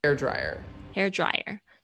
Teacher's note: 重音都是在 hair 上面，都是在第一个字上面